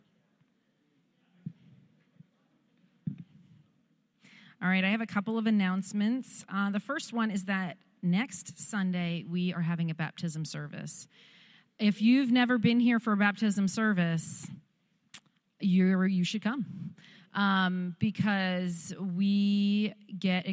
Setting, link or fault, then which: setting, large echoing room